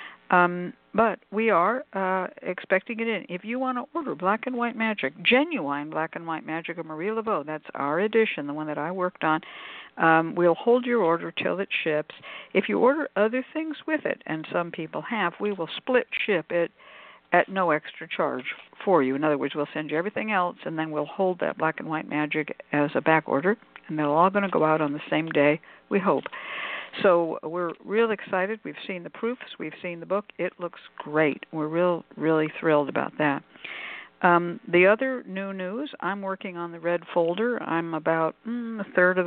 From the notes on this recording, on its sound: a real, live call-in show